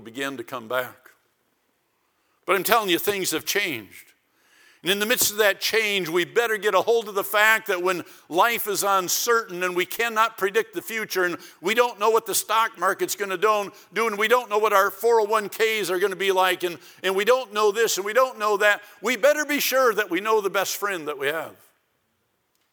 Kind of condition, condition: setting, large echoing room